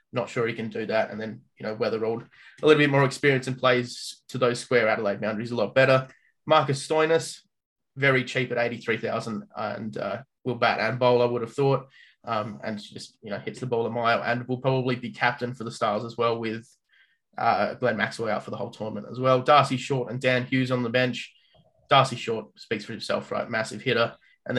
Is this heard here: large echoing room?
no